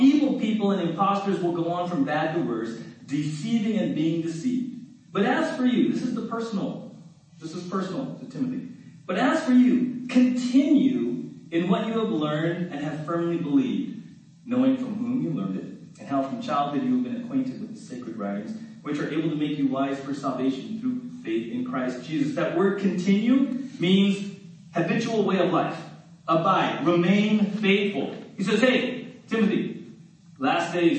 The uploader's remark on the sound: We apologize for the quality of this recording. We experienced technical difficulties on Sunday.